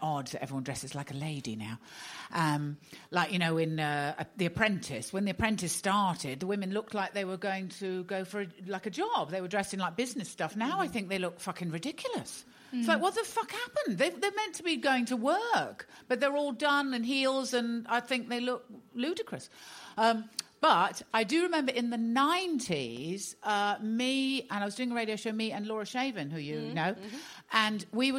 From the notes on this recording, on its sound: Highlights from Standard Issue In Conversation at Glasgow Comedy Festival 2016.